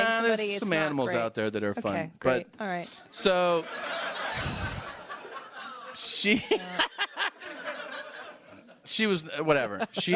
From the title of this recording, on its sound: Live From Pasadena